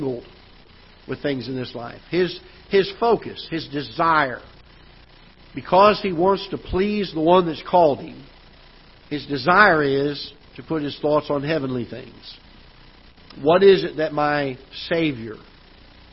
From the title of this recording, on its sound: Ketha Heights Baptist Church ~ Live Broadcast